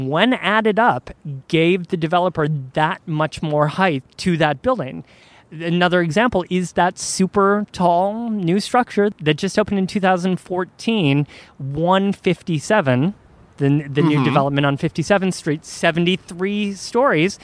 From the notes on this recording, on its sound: This entire show is recorded outside in front of the very spots that have most affected the city's decision. From downtown Manhattan and the Equitable Building to a surprising corner of Hell's Kitchen.